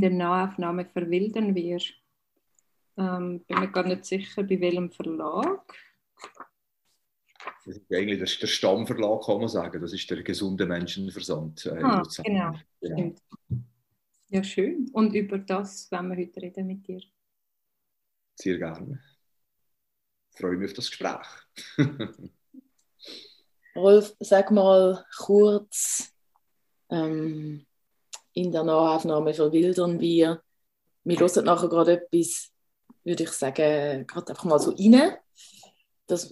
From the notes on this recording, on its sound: In der ersten Zoomfolge von In der Tinte